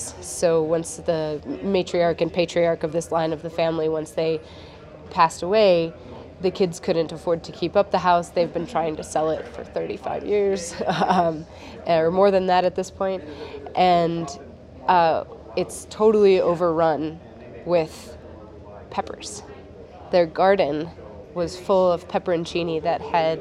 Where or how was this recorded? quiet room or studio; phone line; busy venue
busy venue